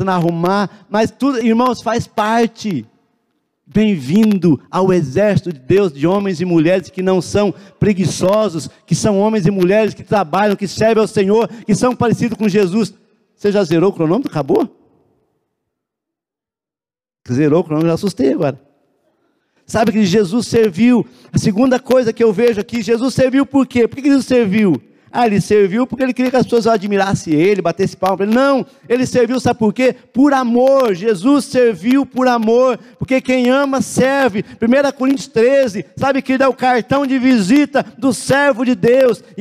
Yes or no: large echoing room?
yes